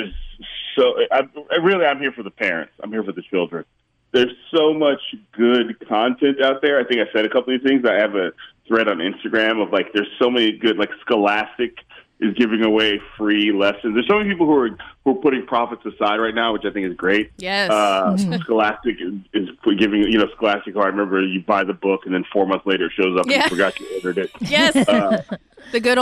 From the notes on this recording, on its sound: He was gracious enough to hop on the phone with us during the beginning of the Coronavirus lock down while he is quarantined with his family and helping to home school his daughters.